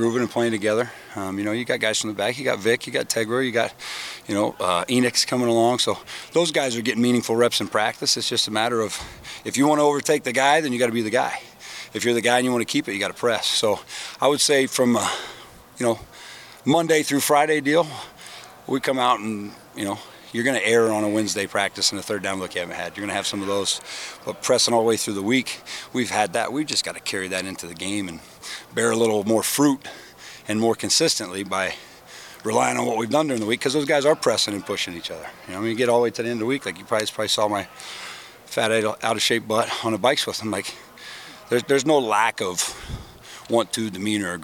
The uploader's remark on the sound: Unedited audio from Ohio State offensive line coach and run-game coordinator. From his media availability session.